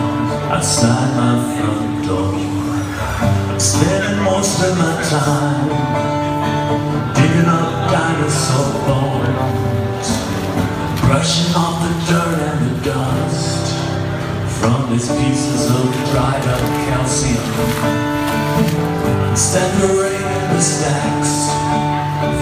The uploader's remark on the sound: Live At Cafe 1001, Shoreditch